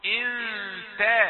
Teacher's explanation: وإذا الكواكب انتثرت، الراء مفخمة مما يجعل البعض يقول انتثر، يعني يعطي شيئا من التفخيم للتاء التي قبل الراء المفخم